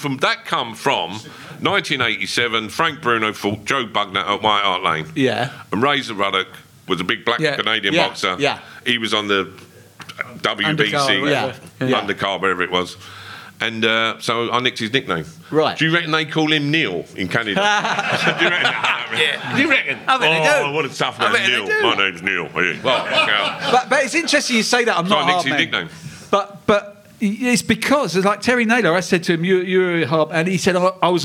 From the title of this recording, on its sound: Spurs Show Live!